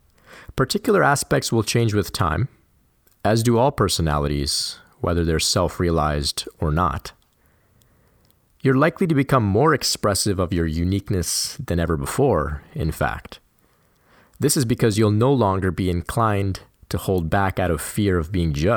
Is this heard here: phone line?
no